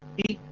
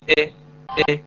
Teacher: الكسره اي بتمامها اي هكذا، ما يكون فيها شيء من الفتحه · Shown in: first take · Term: تخليص الحركات